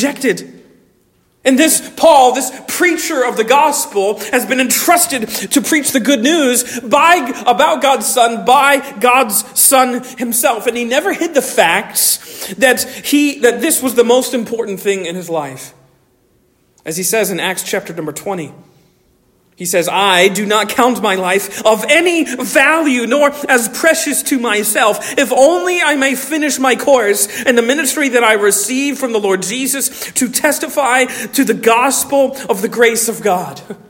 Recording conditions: large echoing room